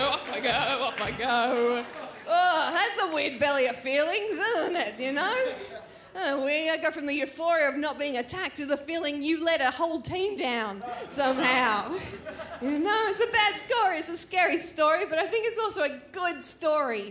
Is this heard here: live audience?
yes